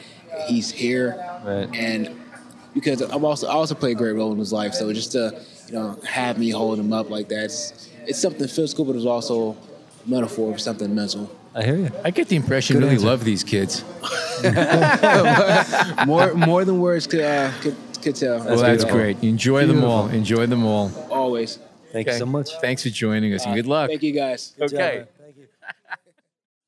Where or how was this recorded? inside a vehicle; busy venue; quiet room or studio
busy venue